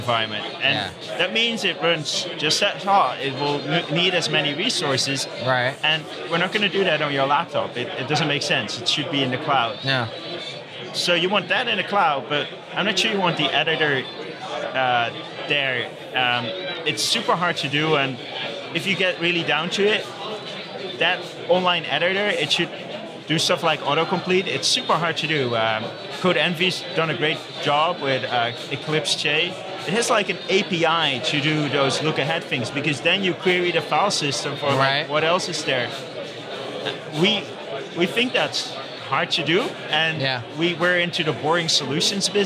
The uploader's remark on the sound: recorded at OSCON London 2016